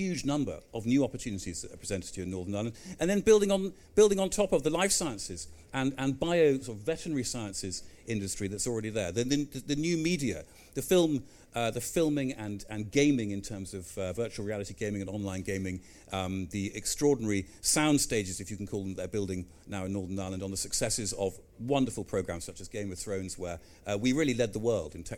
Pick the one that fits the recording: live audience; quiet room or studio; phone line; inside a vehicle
live audience